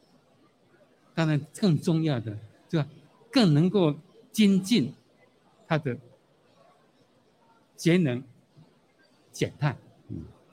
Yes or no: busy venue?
yes